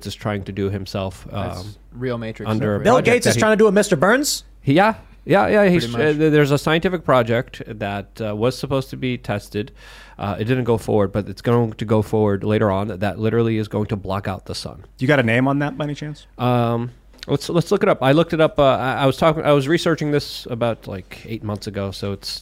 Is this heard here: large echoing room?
no